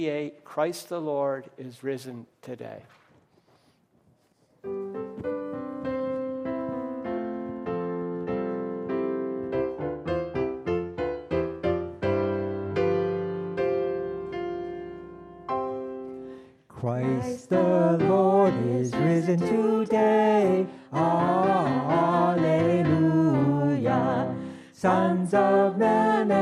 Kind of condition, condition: setting, large echoing room